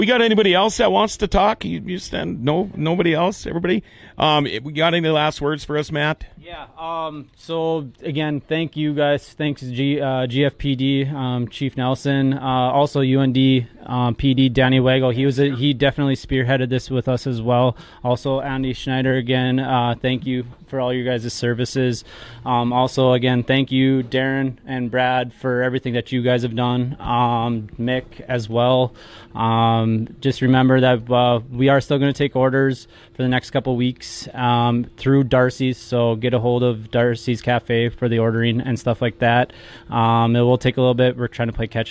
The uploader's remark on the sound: GFBS on location at Darcy's Cafe for the Holte Hero Shirt Memorial